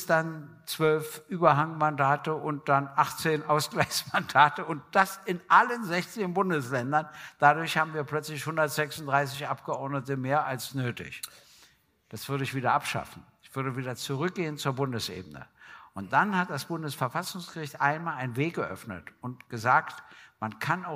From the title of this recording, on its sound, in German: GGG Live aus Kulmbach Teil I